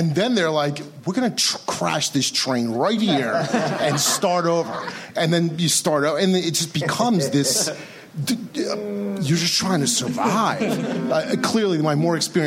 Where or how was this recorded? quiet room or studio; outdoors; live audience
live audience